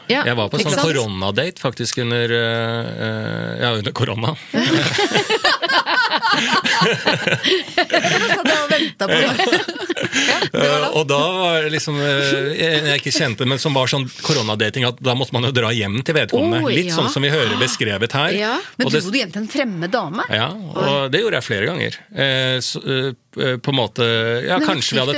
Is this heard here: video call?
no